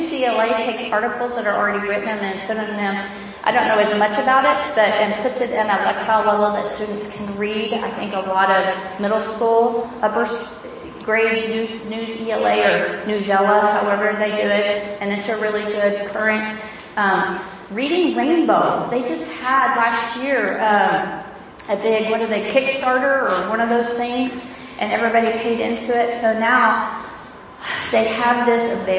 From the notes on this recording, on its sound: This is a recording of a presentation. At the 2016 iPadPalooza Conference in Austin, Texas.